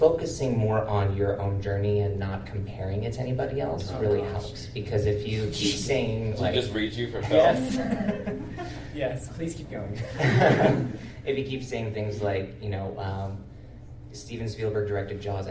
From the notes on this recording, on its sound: LIVE from QCF! This is part 1 of my LIVE show at QCF this past Jan.